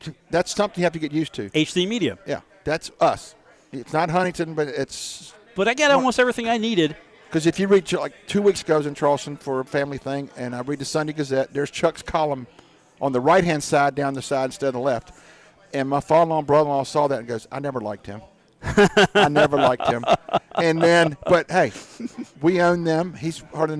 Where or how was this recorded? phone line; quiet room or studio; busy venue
busy venue